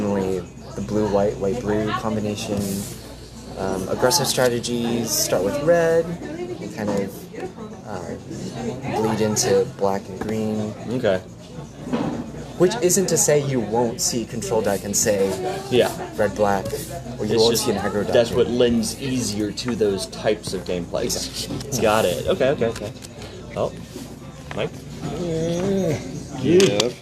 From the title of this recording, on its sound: Live at Doc's Comics and Games